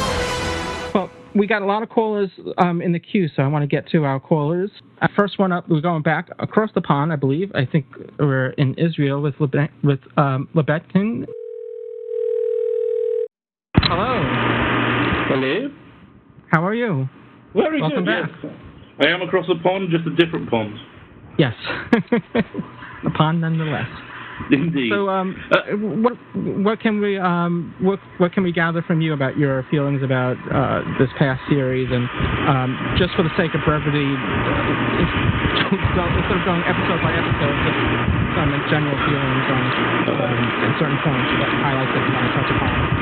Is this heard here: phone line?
yes